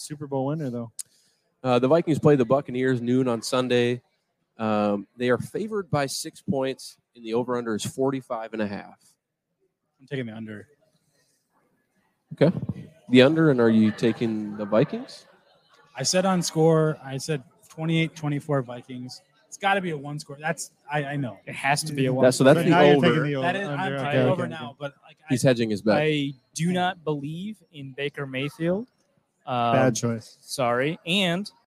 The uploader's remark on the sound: LIVE at Lake Monster Brewing